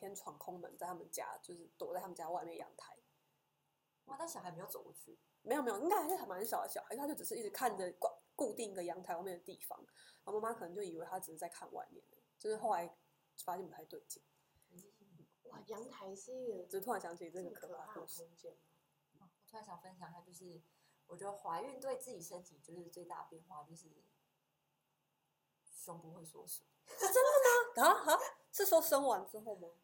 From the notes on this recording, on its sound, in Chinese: 感謝只要有人社群顧問提供錄音器材及場地。這集收音品質出了點問題。